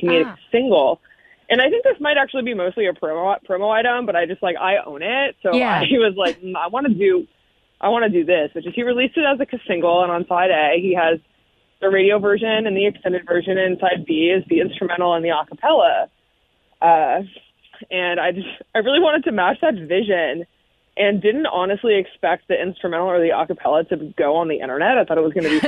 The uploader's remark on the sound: called in to chat